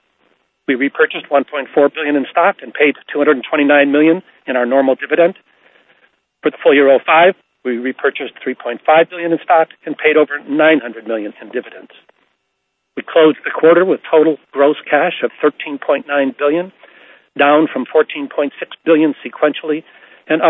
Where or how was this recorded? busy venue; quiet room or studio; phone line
phone line